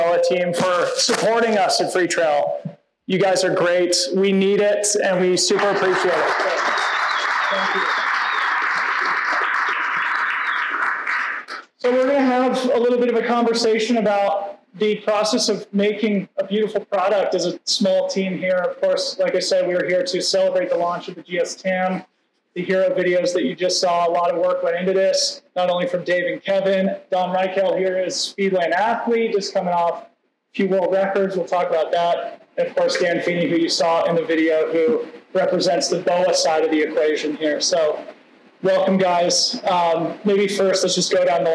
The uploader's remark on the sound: This live podcast was recorded on 11/10 at BOA Headquarters in Denver, CO.